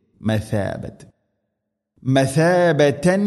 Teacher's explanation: സ ഉച്ചരിക്കുന്ന സമയത്ത് നാവിൻ്റെ അറ്റം മുൻപല്ലുകളുടെ ഇരുനിരകൾക്കിടയിലൂടെ അല്പം പുറത്തോട്ട് നിൽക്കണം നേരിയ തോതിൽ